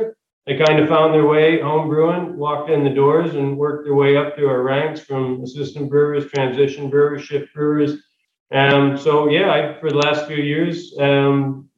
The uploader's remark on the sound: This episode is slightly different to our previous podcast episodes, as it was recorded during a live online event that we hosted previously. We shared the recipe on screen as we chatted through it, so you may hear some references to that.